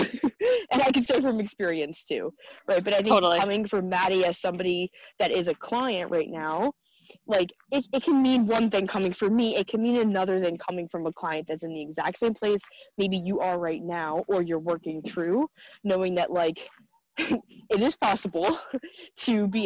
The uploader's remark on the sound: A recent recording of a group coaching call with my amazing girl gang.